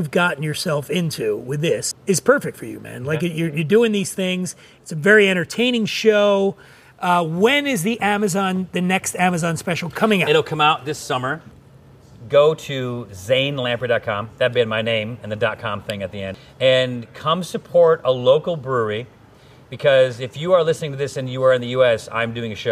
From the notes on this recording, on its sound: The interview was recorded on location at Lawless Brewing Company, in the heart of the NoHo Arts District of Los Angeles.